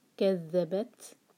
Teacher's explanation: كذبت تا پر ہمس کریں گے ہوا کے ساتھ پڑھیں گے